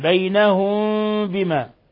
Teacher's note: إخفاء شفوي حيث نخفي الميم الساكنة عند الباء